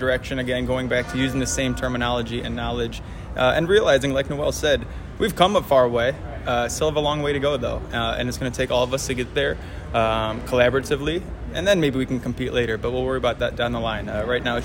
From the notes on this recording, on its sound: on the expo floor to hear the answers of consultants, equipment manufacturers, and event organizers